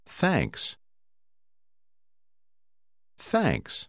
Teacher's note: hai con chữ TH biểu thị một âm khác, có tiếng bật hơi nhiều hơn một ít